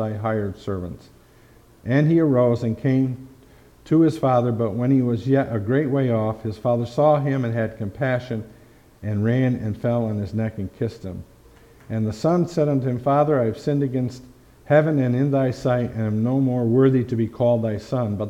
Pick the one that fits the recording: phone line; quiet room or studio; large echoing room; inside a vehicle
large echoing room